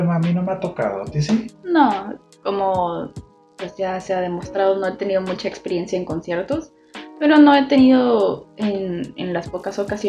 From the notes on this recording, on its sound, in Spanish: ¡Lamentamos la mala calidad del sonido!